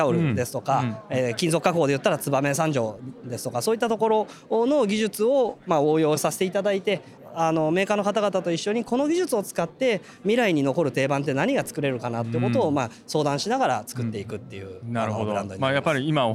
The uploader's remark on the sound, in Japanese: 恵比寿で行われた中川政七商店主催の小売店向け展示会「大日本市」の現場レポート